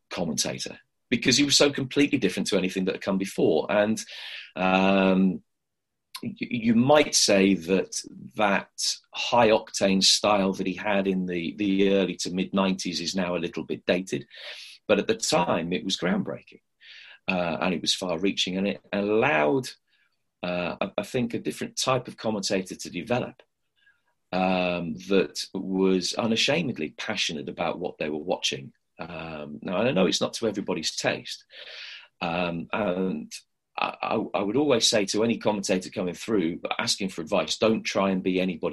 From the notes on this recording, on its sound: Via a sometimes temperamental Zoom call.